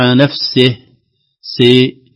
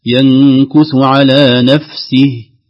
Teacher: أيضا فإنما ينكث على نفسه عند الوقف، لا نقول على نفسه سي، هنا الحركة ليست محققة، الكسرة ليست محققة، كأنها إمالة · Shown in: first take